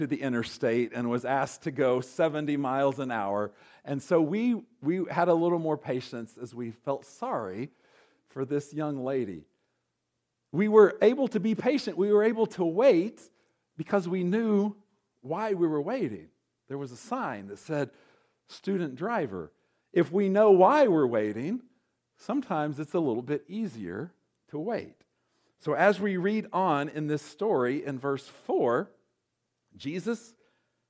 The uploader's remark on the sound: recorded on January 13, 2024, at Ringgold Seventh-day Adventist Church.